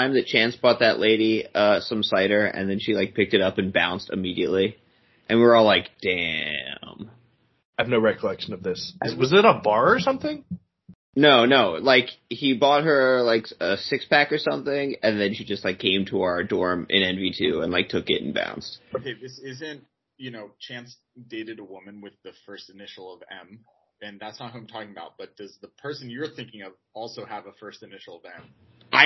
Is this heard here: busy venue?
no